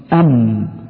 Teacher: لها نصفان، نصف يخرج من الشفتين ونصف يخرج من الأنف. لو طبقنا ذلك الآن، نسمع حرف الميم، إذا أردت أن تعرف مخرج أي حرف فأدخل عليه الهمزة وسكنه أو شدده، تقول أم حرف الميم أم.